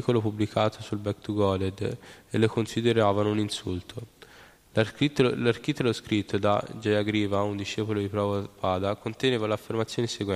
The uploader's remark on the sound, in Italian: in diretta dal Tempio di Villa Vrindavana